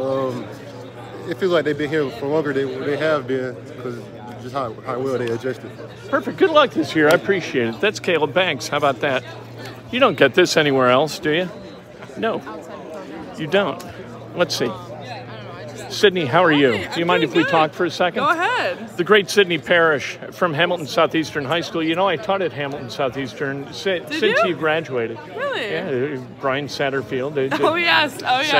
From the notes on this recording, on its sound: Live from IU Basketball Media Day with live interviews!